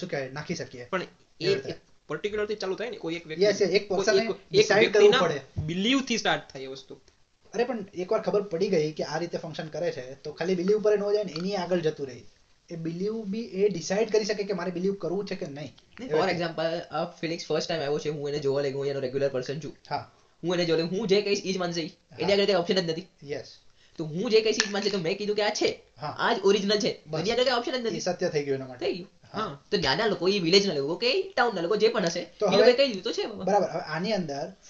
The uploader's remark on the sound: Apologies for bad audio